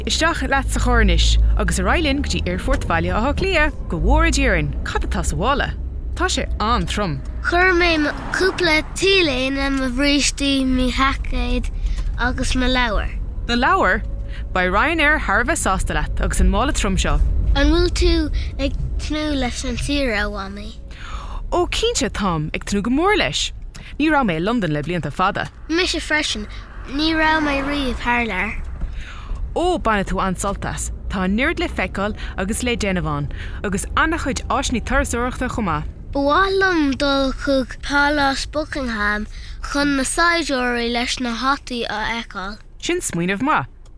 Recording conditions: inside a vehicle